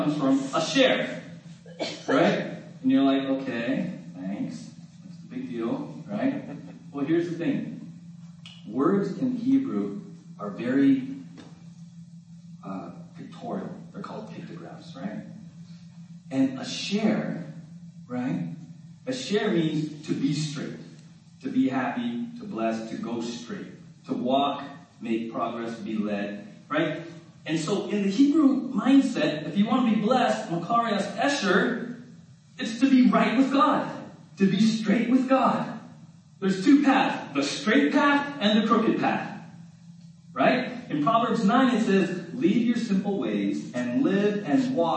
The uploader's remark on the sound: We apologize for the quality of this recording. We experienced technical difficulties on Sunday.